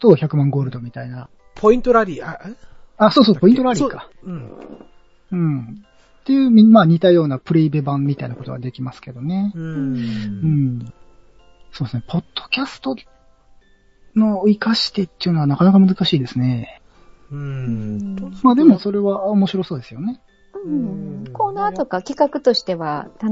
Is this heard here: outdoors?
no